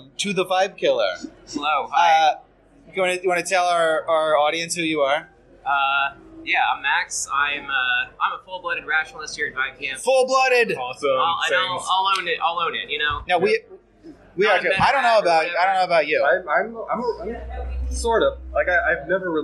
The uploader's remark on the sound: report live from Vibecamp!